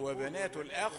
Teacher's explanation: وعندما تقف على الخاء فهي في المرتبة الرابعة